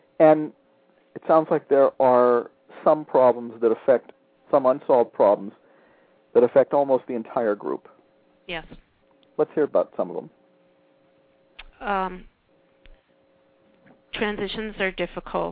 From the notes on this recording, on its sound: spent some time with a classroom teacher who called